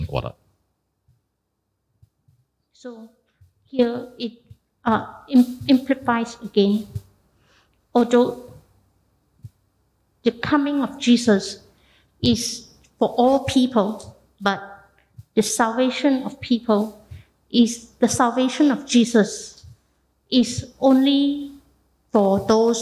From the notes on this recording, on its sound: Heavenly Peace (Christmas Eve LIVE Evensong Service).